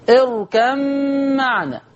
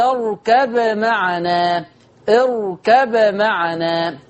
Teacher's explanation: على رواية حفص عن عاصم من الشاطبية يضغم اركم معنا، وعلى ورش عن نافع يظهر الباء، وعند إظهار الباء يقلقل